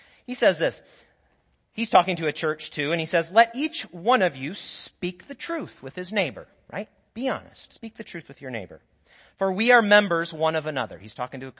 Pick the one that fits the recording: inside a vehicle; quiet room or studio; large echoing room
large echoing room